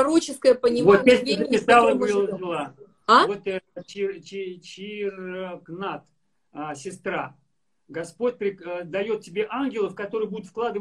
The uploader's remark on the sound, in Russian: Запись второй части прямого эфира из инстаграма.